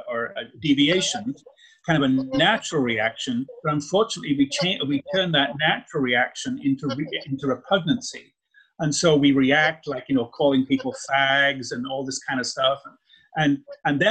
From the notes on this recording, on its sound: This was recorded on Zoom, with the discussion included.